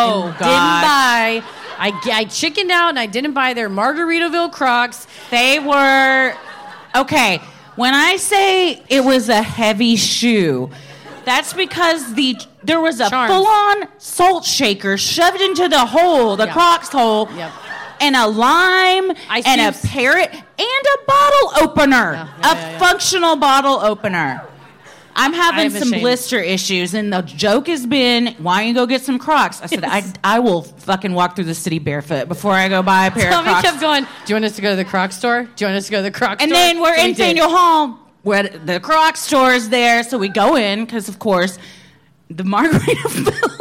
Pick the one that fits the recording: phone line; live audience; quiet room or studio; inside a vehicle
live audience